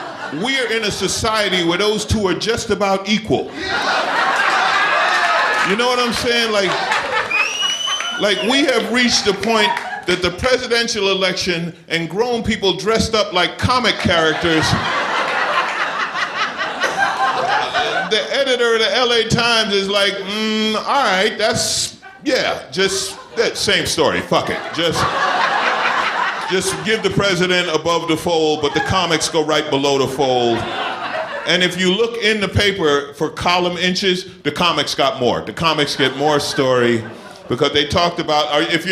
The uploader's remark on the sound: Recorded uncut at Icehouse Pasadena